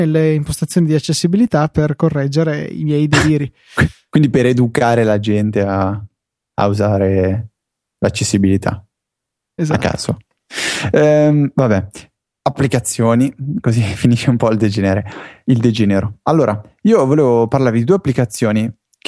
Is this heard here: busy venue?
no